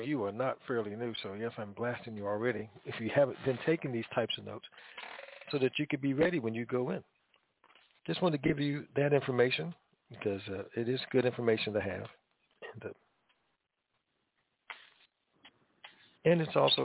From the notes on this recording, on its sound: TNTSuperfantastic Conference Call